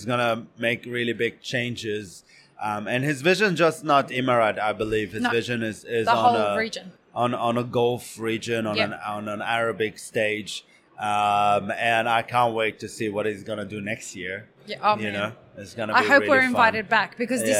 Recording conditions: busy venue